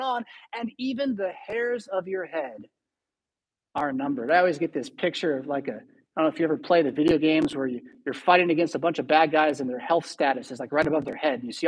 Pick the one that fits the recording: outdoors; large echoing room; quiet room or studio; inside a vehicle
large echoing room